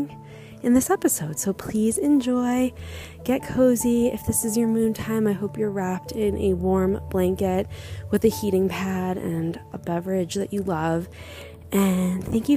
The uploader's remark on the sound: this episode was recorded in nature and contains a gust of wind only in the beginning